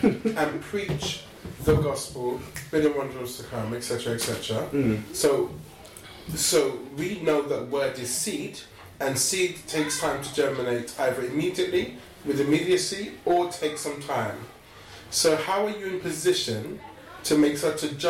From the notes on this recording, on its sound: It was from way back so the quality of the audio might not be as good as it is now.